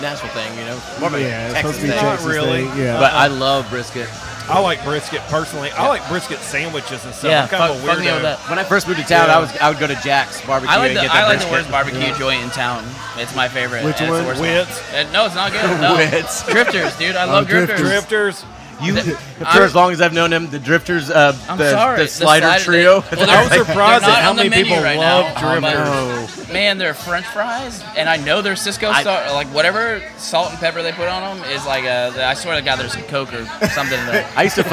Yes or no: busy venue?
yes